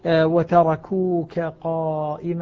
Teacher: وتركوك قائمة، أيضا الحكم الإظهار، ولا إدغام بين الكاف والقاف لأنه قبل الكاف جاء حرف ساكن